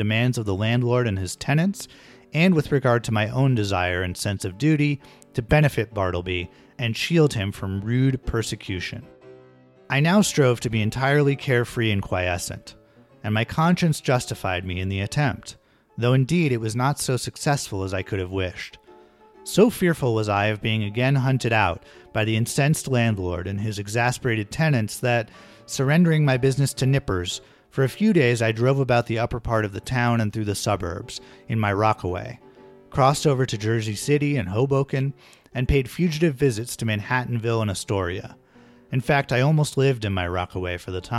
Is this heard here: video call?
no